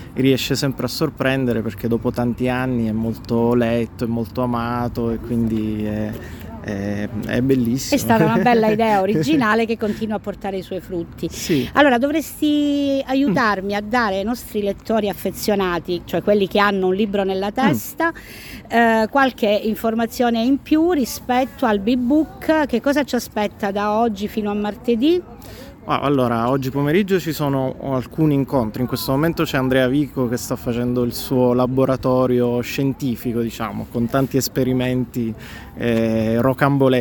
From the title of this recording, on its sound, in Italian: siamo al B-Book Festival di Cosenza